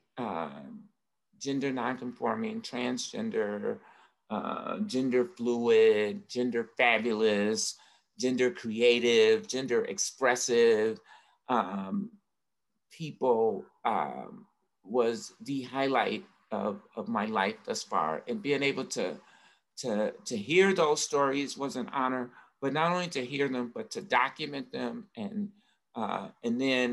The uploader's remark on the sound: Recorded live on Zoom